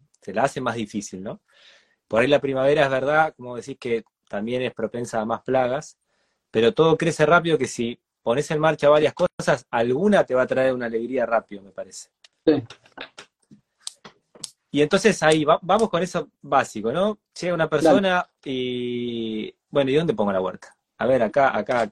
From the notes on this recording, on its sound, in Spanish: Audio de la charla en vivo por Instagram